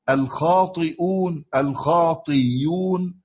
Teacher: الهمزة مضمومة وقعت بعد كسر، مثل سنقرئك يبدلها ياء